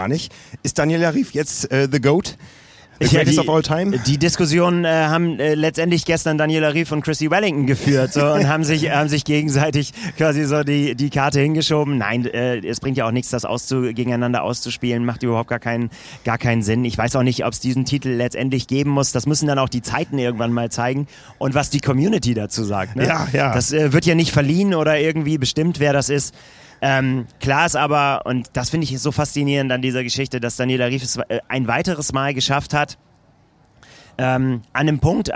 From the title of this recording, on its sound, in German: live aus der Anmeldeschlange